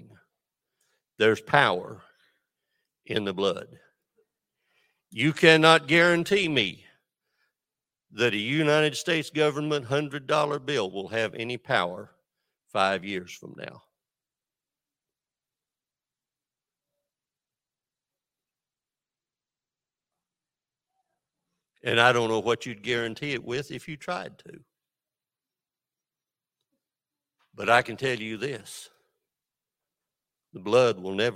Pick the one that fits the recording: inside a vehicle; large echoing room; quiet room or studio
large echoing room